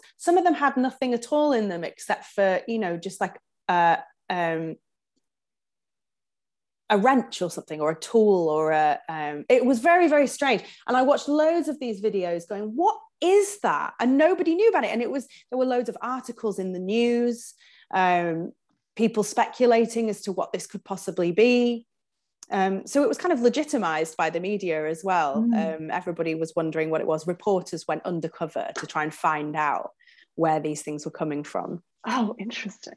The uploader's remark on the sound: in this recorded webinar